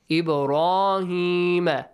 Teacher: qalqala mashallah bounce the sound of ba in the word Ibrahim ra has a heavy sound tafkhim